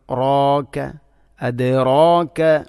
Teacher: റായിനെ കനപ്പിച്ചുച്ചരിക്കേണ്ട അക്ഷരമാണ്. അപ്പോൾ അതിൻ്റെ കൂടെ വരുന്ന അലിഫിനെയും കനപ്പിക്കണം